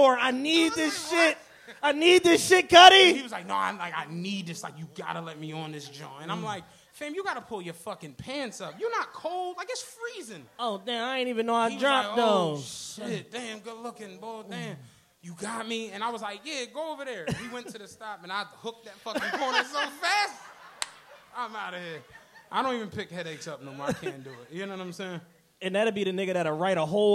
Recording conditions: live audience